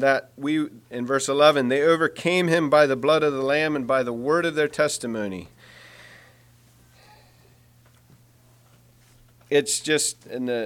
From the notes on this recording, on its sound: Message preached at Word Of Hope.